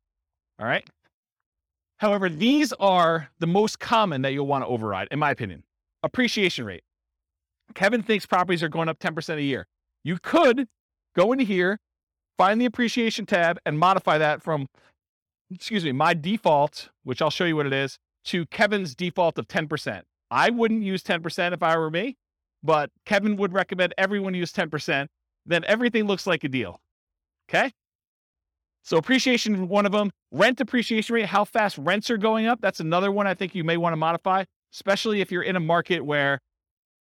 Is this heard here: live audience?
yes